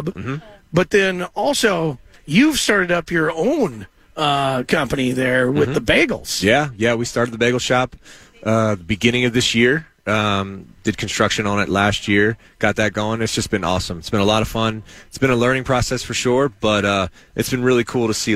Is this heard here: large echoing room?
no